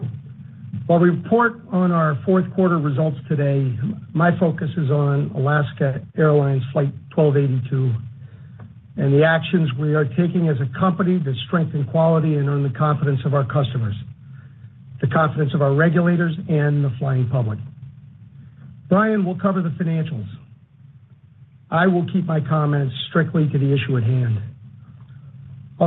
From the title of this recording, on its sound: Q4 2023 Earnings Conference Call